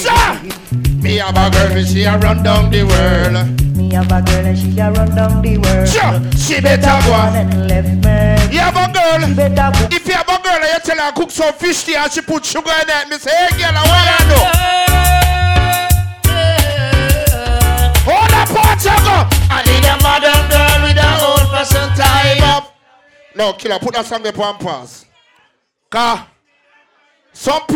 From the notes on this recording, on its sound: LIVE AT ONE PRETTY GIRL BOSS ROUND ROBIN 12TH MAY 2023